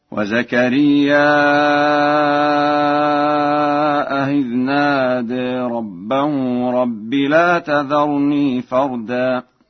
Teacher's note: قرأ ورش زكريا بالهمز مع تسهيل الهمزة الثانية بين